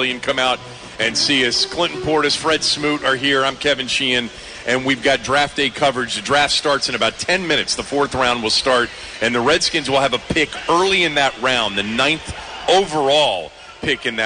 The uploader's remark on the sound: 2018 Redskins Draft Party. Live from FedEx Field!